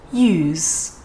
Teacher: And that's just because these types of sounds tend to get weaker when they are at the very end of a word. So you can think of it as more of a 50-50 between a z sound and a s sound